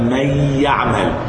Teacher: النون دخلت في الياء وسابت غنتها. ايوه دي مش غنه الياء، لان الياء ما بتغنش، انما دي غنه النون. · Term: ادغام بغنه ناقص